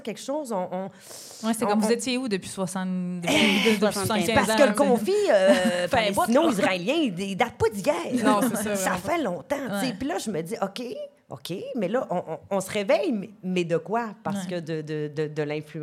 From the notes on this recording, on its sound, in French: Enregistré devant public à l'Idéal à Montréal.